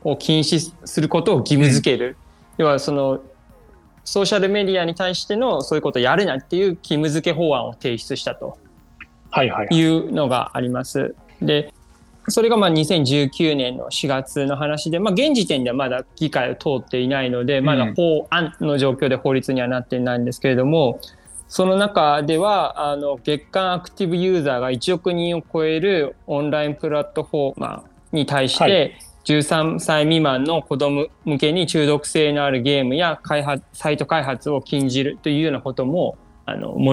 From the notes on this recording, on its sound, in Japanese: 収録はzoomを活用して遠隔で行いました。音声が聞きづらい部分がある点、ご了承ください。